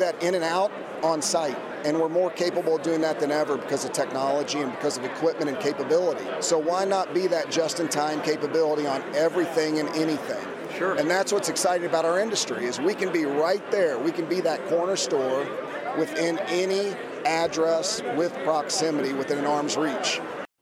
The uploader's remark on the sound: When the question was asked on the convention floor at CTW, there was no shortage of opinions from operators and industry observers. Brings those convention floor conversations directly to you.